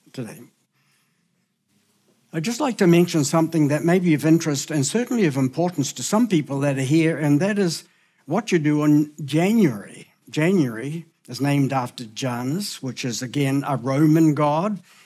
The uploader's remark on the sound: Recorded at the Hukanui Bible Church morning service on Sunday the 29th of October 2023 during the 10:00 am service.